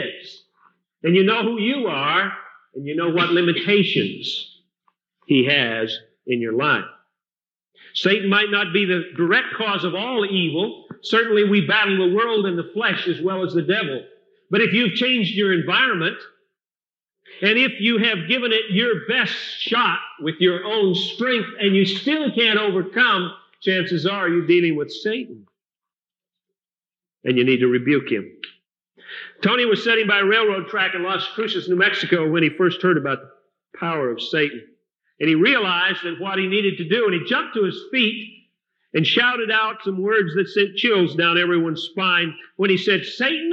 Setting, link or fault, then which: setting, large echoing room